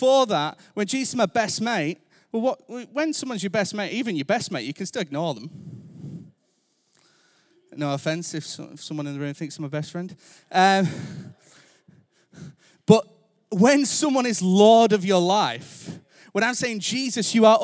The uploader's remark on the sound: Recorded Live at Life Church Lancashire